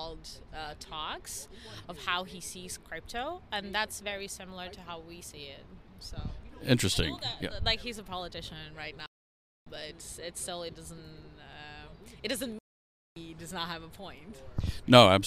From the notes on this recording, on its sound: Live from Consensus 2023!